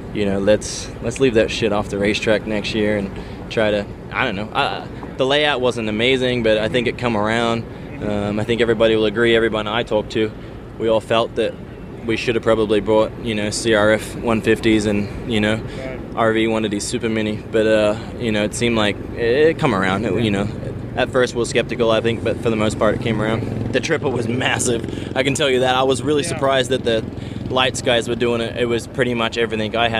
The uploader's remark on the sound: Muddy Creek 2013 Post-Race Interviews